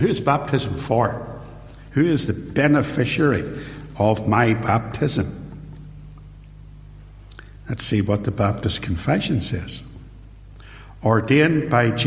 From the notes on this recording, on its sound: In this short extract from a sermon preached at Templepatrick Reformed Church.